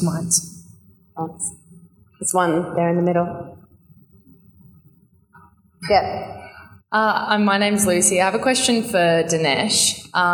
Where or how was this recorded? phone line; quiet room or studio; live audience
live audience